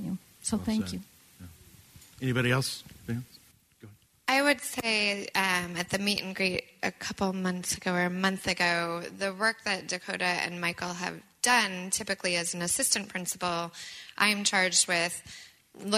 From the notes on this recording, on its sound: A live panel recording of Professionals and Community Leaders.